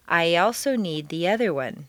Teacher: your lips will be pulled back far enough to create a Y glide or liaison.